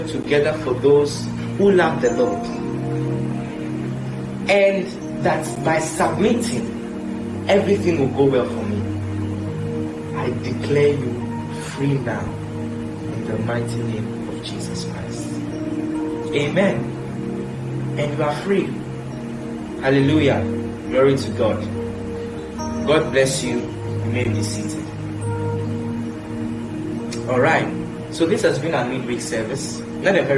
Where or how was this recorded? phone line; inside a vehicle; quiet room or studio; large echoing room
large echoing room